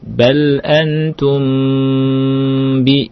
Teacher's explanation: mim sukun bertemu dengan ba itu dibaca juga nama ikhfa syafawi dan ada gunnahnya